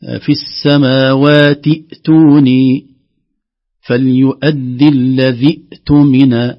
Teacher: لكن لو كانت ضمة نقول أوتمنا فليؤدي الذي أتمنا. أما إذا وصلنا تسقط الهمزة الأولى، لا يصبح عندنا إلا همزة واحدة ساكنة، نقول في السماوات أتوني فليؤدي الذي أتمنا، همزة واحدة ساكنة فقط، والله أعلم.